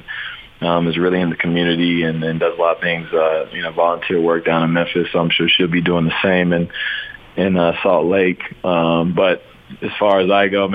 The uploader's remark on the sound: called in to 'The Big Show'